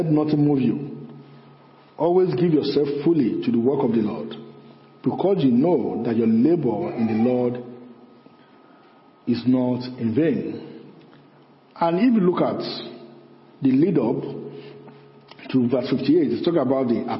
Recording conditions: large echoing room